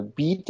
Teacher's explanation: da hat man das Dorsum sehr weit oben